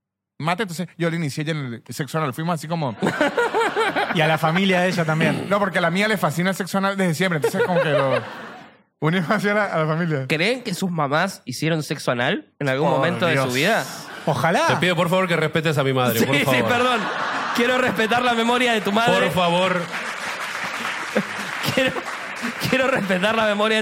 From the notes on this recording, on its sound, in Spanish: Estamos EN VIVO en el TEATRO CHACAREREAN